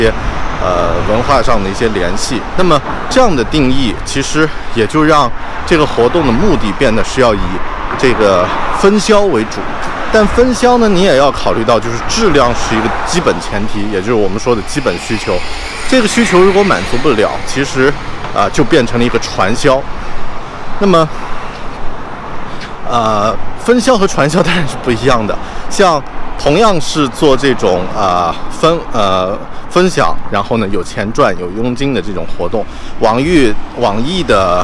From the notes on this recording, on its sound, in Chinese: 这期在上班路上录制的节目